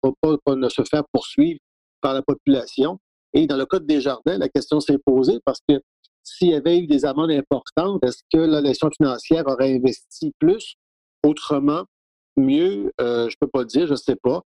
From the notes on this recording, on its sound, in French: Locaux virtuels par Zoom. Locaux virtuels par Zoom.